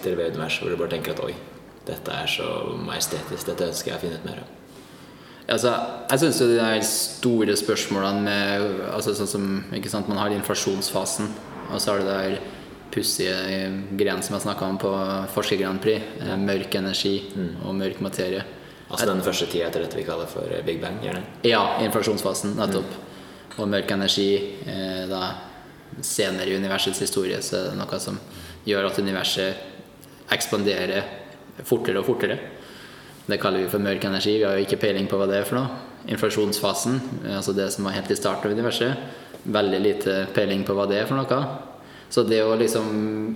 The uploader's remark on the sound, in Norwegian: På en konferanse for kristne akademikere i Barcelona. Beklager noe lavere lydkvalitet i et offentlig lokale.